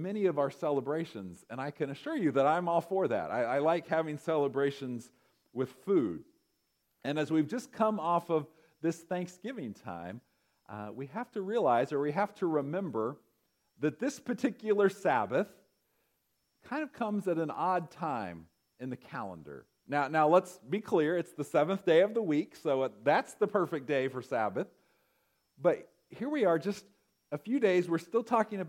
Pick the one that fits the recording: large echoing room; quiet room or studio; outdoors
large echoing room